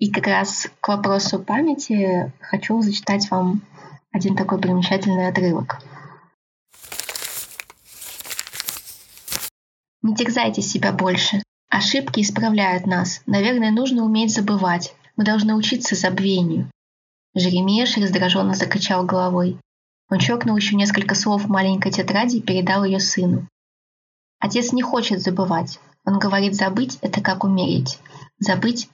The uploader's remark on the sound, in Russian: у нас возникли бешеные технические неполадки, поэтому качество записи получилось комом.